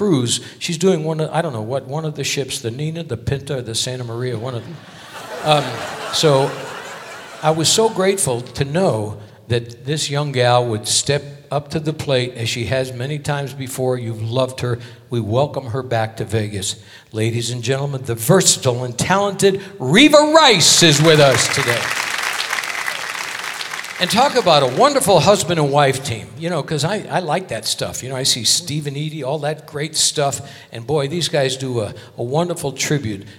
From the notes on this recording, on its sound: Live at the SouthPoint Casino